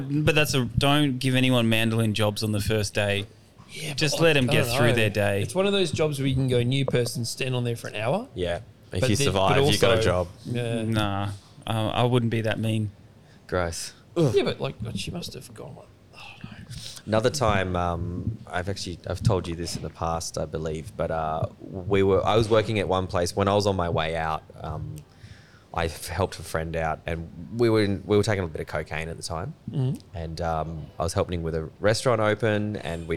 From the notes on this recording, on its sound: This is a fun podcast, so good to have all the original boys back together, on location at RoyAl’s burger in Wembley, Perth.